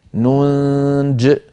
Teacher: ننجي أصلها ننجي مضارع بوزن نفعل، فلام الكلمة ياء ننجي لم تكتب هذه الياء في المصحف لأنها ستسقط في اللفظ عندما نصلها مع كلمة المؤمنين، فيكون النطق ننجي المؤمنين وصلا. أما إن وقفنا فنقف كالرسم ننج من غير ياء في آخرها